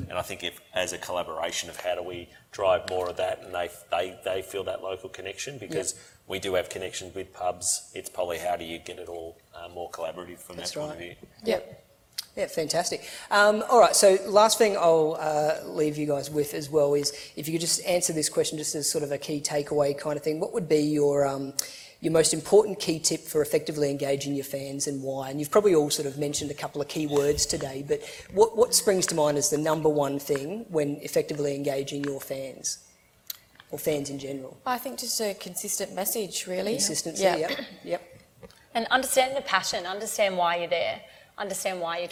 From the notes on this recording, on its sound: presentation recorded at BrewCon 2018